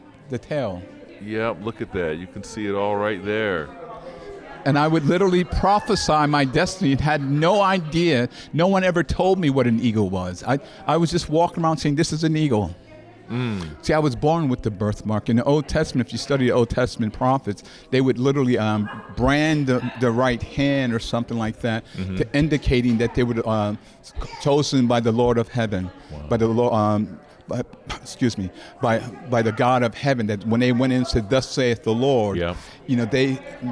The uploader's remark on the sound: Incredible Christian Book Fair Author Interviews. Blessed some amazing Authors with the opportunity to set up tables and sell their books. I decided to bring some recording gear and interview all of the Authors.